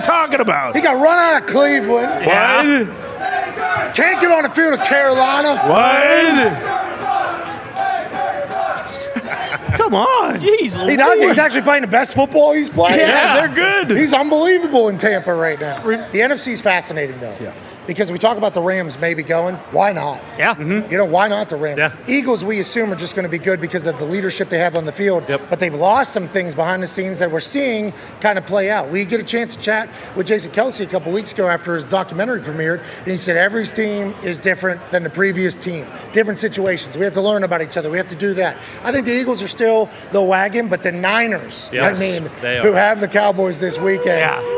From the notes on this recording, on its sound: Live from the Texas State Fair in Dallas ahead of the Red River Rivalry game between Oklahoma and Texas. LIVE on set.